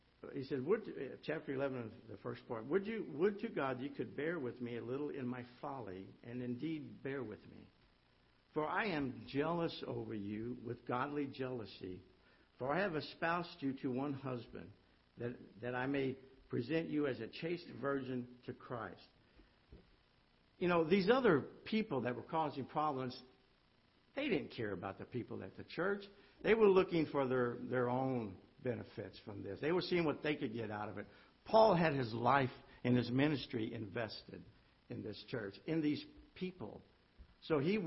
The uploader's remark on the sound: Ketha Heights Baptist Church ~ Live Broadcast.